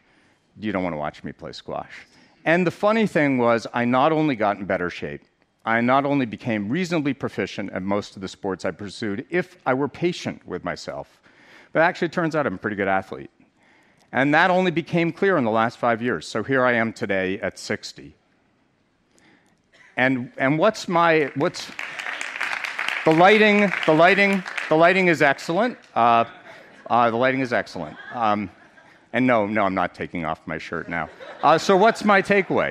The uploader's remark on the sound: on stage at #BoFVOICES